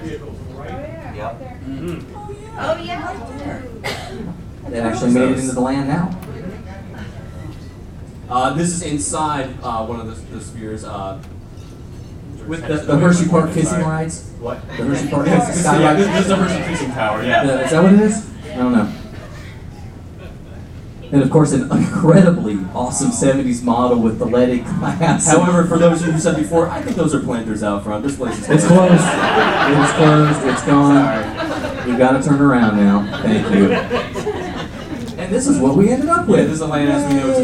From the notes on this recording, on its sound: Live Show for EPCOT's 30th Anniversary in the Norway Pavilion. We are LIVE from the Norway Pavilion for our EPCOT 30th Anniversary Show.